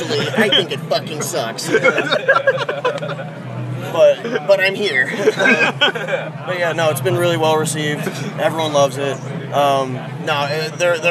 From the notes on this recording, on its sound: From our 'Live from 2000 Trees 2023' series. Their first ever UK festival appearance.